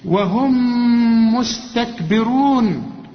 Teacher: وهم الميم ساكنة يعني بدون تشكيل هنا، وبعدها ميم، الميم دي بتضغم في الميم التانية